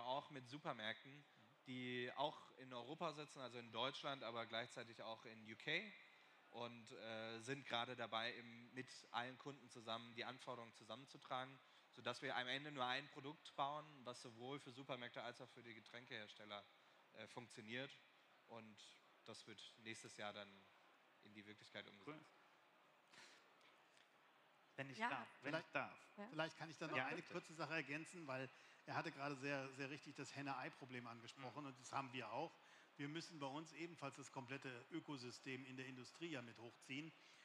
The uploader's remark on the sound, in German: LIVE Podcast auf dem InnoDay der TU Darmstadt